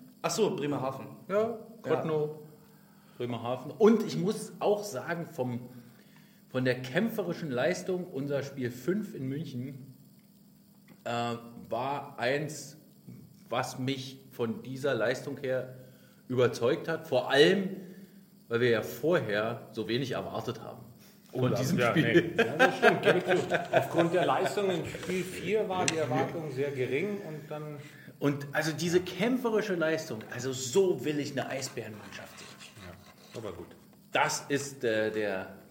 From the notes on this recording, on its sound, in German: Der Livepodcast.